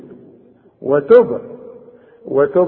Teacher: الباء عند الوصل وعند الوقف قلقلها